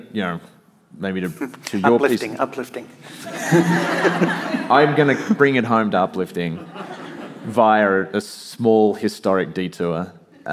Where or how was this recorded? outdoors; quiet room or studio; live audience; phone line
live audience